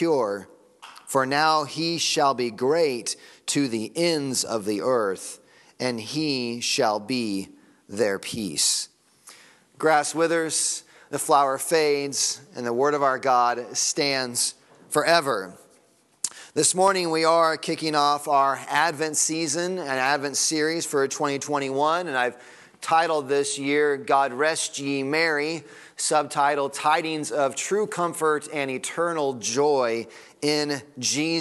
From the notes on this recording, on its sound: Sunday Morning Sermon Audio